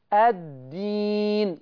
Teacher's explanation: قد قد الدين، واضغط ما تقولش التين، لو طلعت الهواء بتاع التين هتقلب الدال تاء